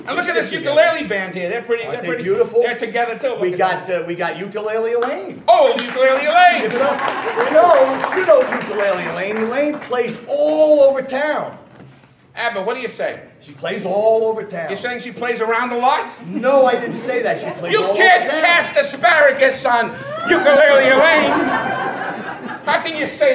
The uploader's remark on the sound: This is an authentic recreation of a 1930s Borscht Belt variety show recorded before a live audience in the Catskills.